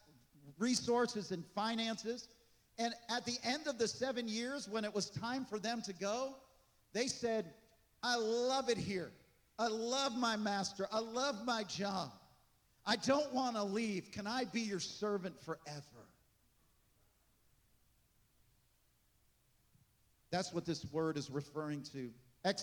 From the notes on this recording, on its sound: This message was recorded on July 16, 2023, at Gateway Church in Richmond, Indiana.